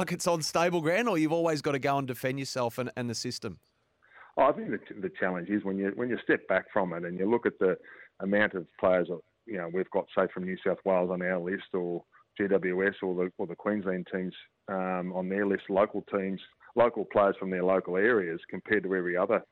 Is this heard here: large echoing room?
no